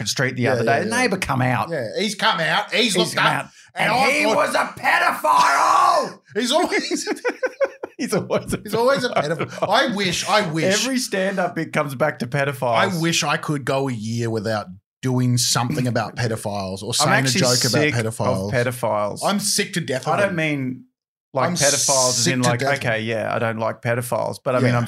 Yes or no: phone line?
no